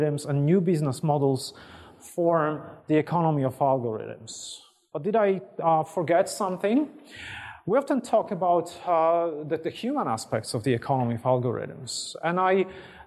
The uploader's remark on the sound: IFE Grand Challenge Lecture, recorded 1 March 2019 at QUT